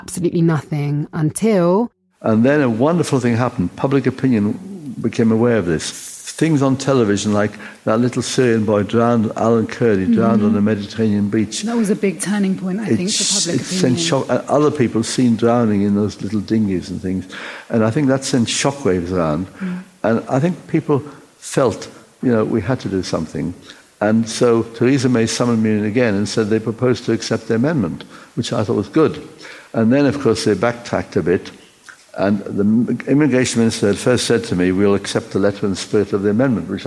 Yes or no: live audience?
yes